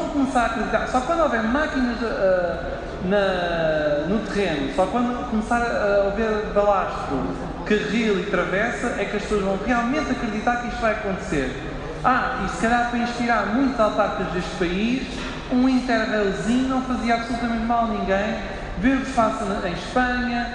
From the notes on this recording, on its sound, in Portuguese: O Sobre Carris participou a 25 de Maio na conferência “A ferrovia como chave da mobilidade” organizada pelo jornal Região de Leiria. Gravação ao vivo no FF Challenge Building, na localidade do Barracão, concelho de Leiria.